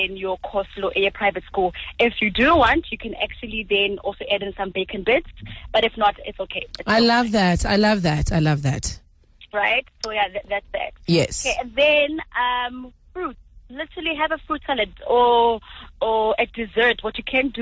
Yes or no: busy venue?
no